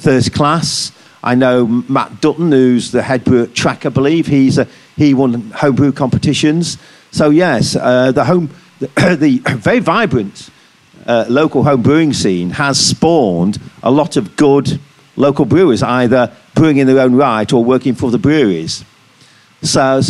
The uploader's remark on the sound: The latest episode of our podcast takes place here at the brewery, where we hosted a panel discussion in front of a live audience. As we joined in Marble’s 25th anniversary celebrations.